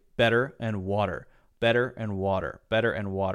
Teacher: But if you have the T there in this sort of situation where there's an R, an E-R after it, or often a lot of vowels after it, then Americans will say this very interesting thing called a light D sound